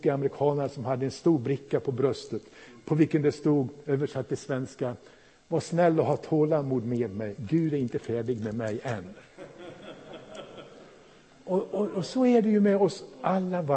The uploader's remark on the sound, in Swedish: Inspelad i Pingstförsamlingen i Mölndal 2017-01-08.